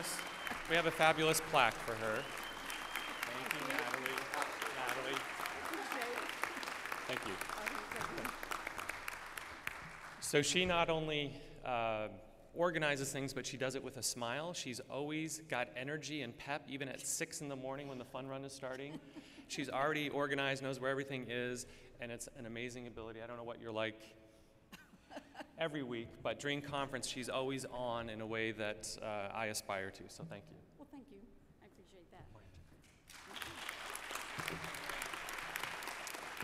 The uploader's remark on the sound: 2018 AASLH Annual Meeting Session Recording Recorded in Kansas City, MO September 28, 2018